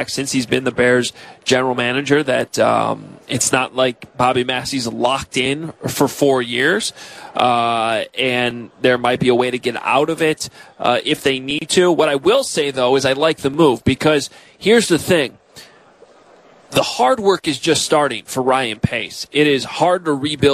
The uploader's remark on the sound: Live on Radio Row in Atlanta as the city and the rest of the football world get ready for Super Bowl 53.